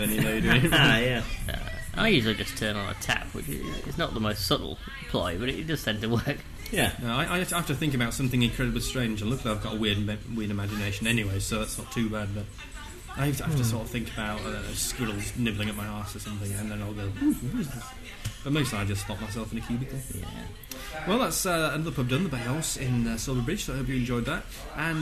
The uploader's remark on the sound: The chaps strap on their drinking trousers and head off on a pub crawl, recording the podcast as they go.